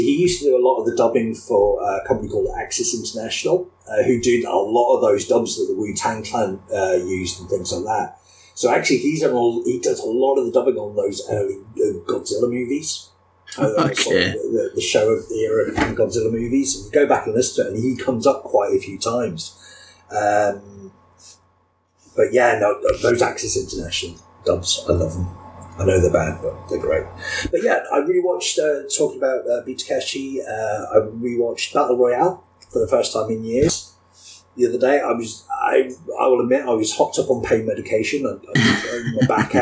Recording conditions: poor sound quality